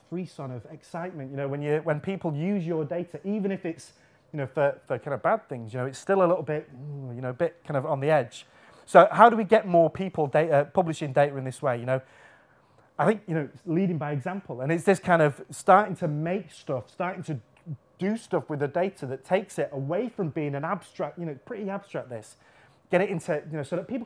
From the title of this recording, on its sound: Friday Lunchtime Lecture